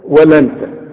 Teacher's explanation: التاء هنا ما تطلعهاش طاء وتقول ولن ترضى طاء